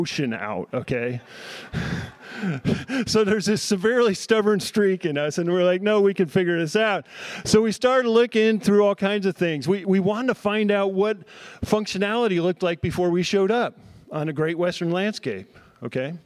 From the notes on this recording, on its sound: addressing the crowd at the Saving Real Organic Conference at Churchtown Dairy in Hudson, NY on October 14, 2023.